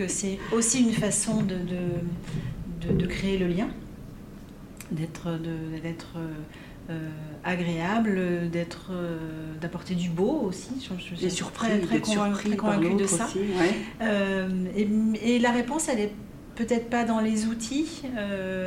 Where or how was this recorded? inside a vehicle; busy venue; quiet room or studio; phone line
busy venue